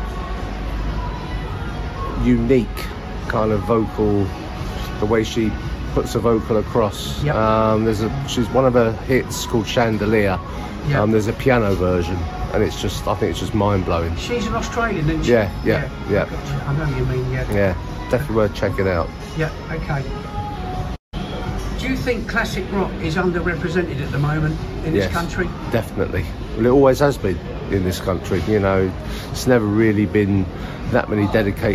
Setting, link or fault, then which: setting, busy venue